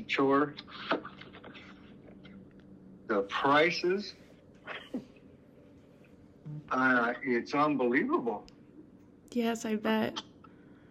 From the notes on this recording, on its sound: Over the phone. Alpha House Pre-release Center in Billings, MT.